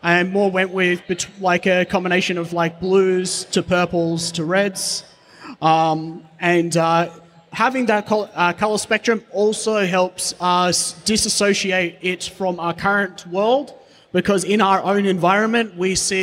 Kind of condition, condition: setting, live audience